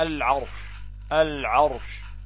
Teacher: ساكنة، العرش، العرش، لكن قبلها العين ما بها؟ مفتوحة. لذلك ماذا نصنع؟ نفخم هذه الراء